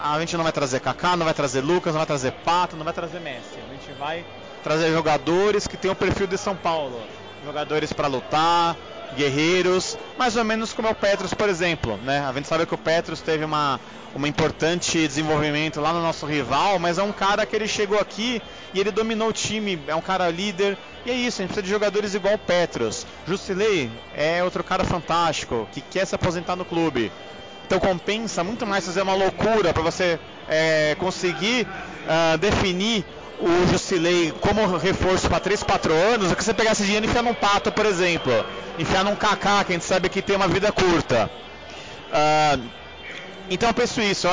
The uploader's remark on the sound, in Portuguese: Primeiro episódio gravado diretamente das arquibancadas do Morumbi!